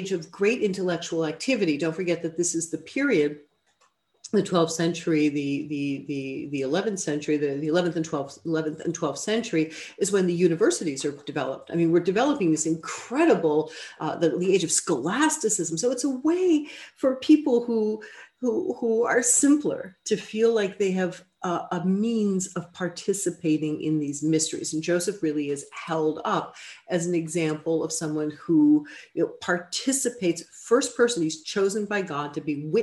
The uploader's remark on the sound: A webinar lecture. This event is co-presented by the Harvard Catholic Forum and the Lumen Christi Institute.